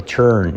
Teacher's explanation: Letra clave R que se come a la vocal de delante.